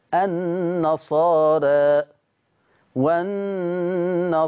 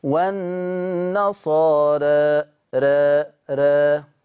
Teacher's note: قرأ ورش بتقليل لفظ النصارى